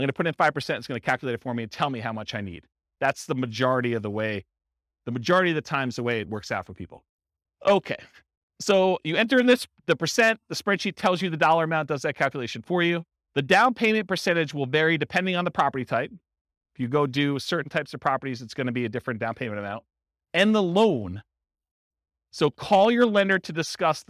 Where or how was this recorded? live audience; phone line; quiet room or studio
live audience